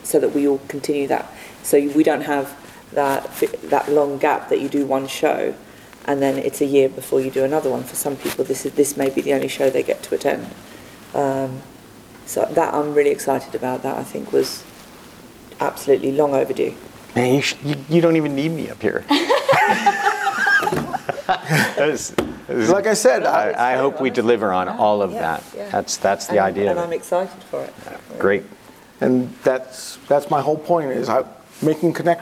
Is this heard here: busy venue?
yes